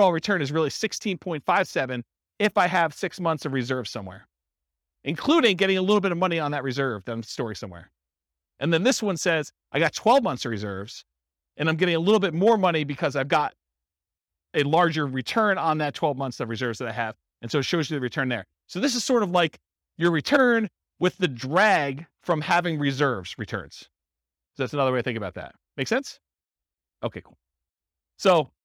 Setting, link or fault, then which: setting, live audience